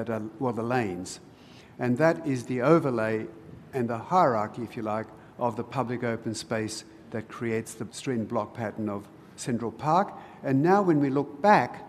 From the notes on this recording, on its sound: Recorded at the 2016 Sydney Architecture Festival at Central Park